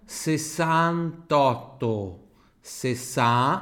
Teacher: Sessà, abre o A aqui, ó.